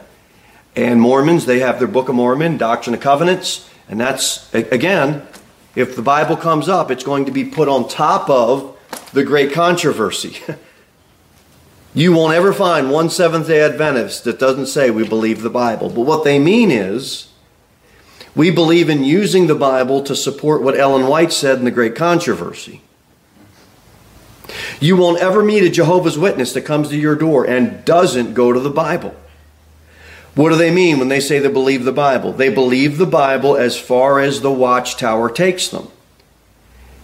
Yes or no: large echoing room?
yes